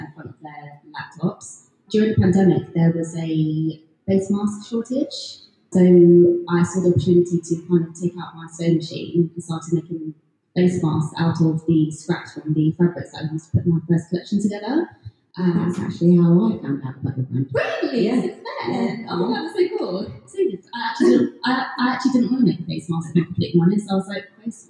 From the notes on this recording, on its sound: Recorded last year September at the Lone Design Club pop up store on London’s Regent Street. LIVE from the Lone Design Club pop up. Today’s episode is another live one, recorded last year September at the Lone Design Club pop up store on London’s Regent Street.